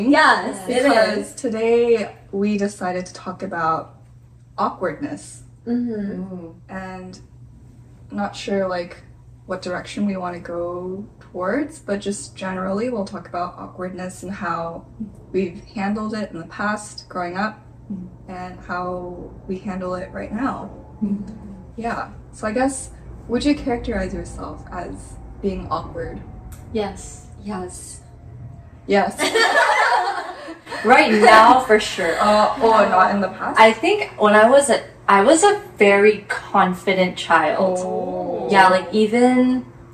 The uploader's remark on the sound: We apologize for the audio quality this episode. We forgot to hit “record” on the podcast system.